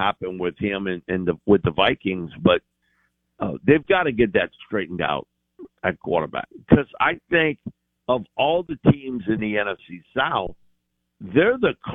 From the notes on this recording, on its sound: In the second hour of the show live in the BankPlus Studio. On the Farm Bureau guest line.